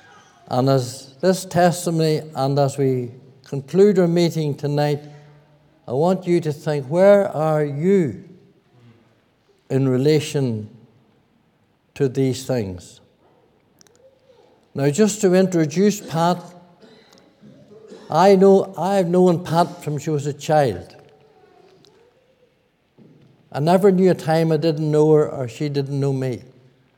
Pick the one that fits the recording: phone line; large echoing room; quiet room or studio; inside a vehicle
large echoing room